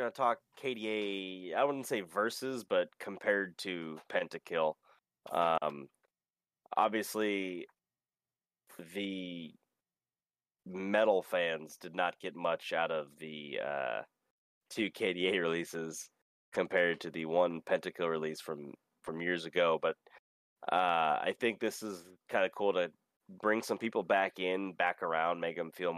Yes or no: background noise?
no